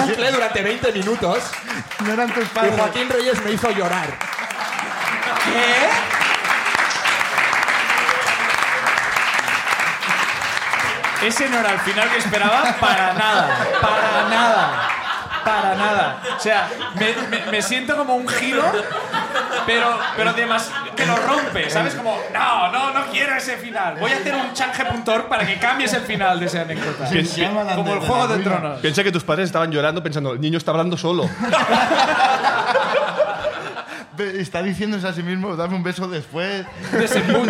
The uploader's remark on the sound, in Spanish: El público de La Llama